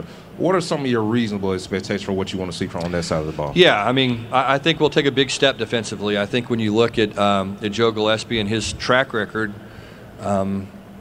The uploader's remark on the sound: press conference at Big 12 Football Media Days